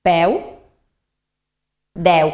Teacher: Trobem E oberta en el diftong decreixent eu.